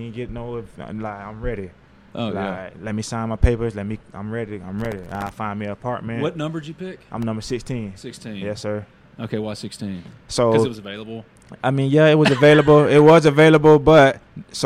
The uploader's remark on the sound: LIVE! From Ole Miss Media Day